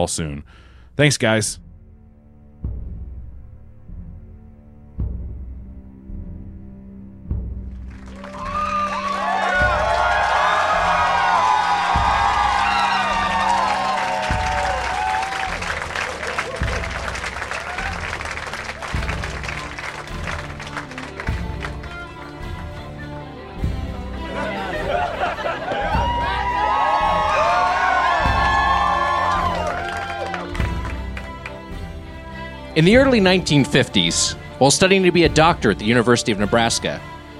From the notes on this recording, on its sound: Recorded live at the DC Improv in Washington DC.